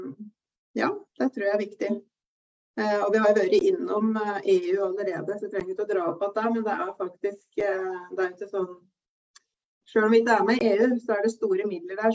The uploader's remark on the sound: Live Zoom.